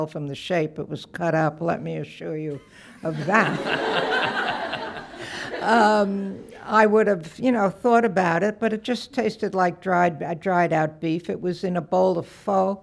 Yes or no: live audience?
yes